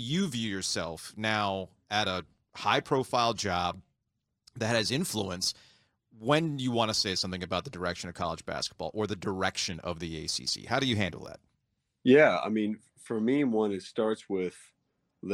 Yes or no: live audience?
no